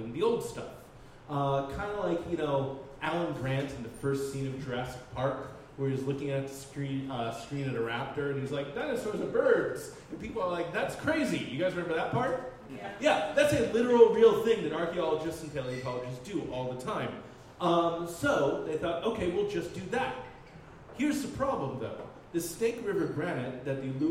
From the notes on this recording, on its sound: Live at the Jack London Bar.